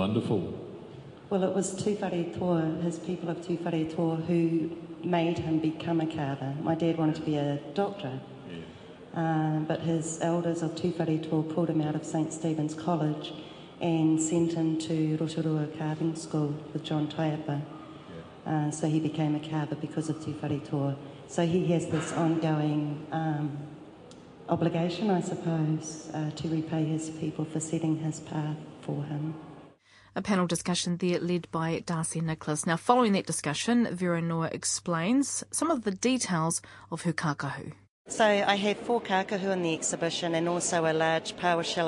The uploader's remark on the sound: during a panel discussion at Call of Taranaki: Reo Karanga o Taranaki exhibition at Puke Ariki Museum.